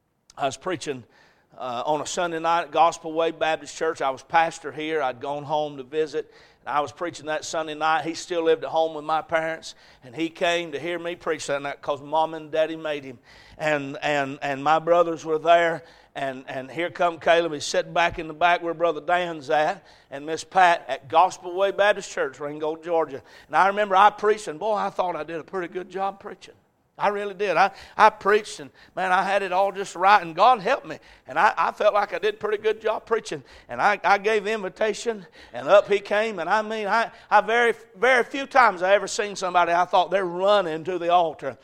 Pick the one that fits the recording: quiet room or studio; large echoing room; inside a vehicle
large echoing room